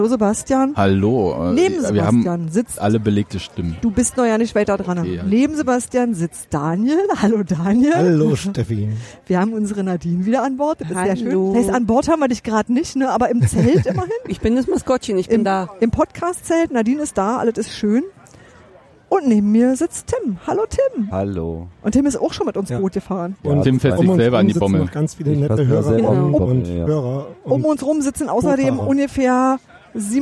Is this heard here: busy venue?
yes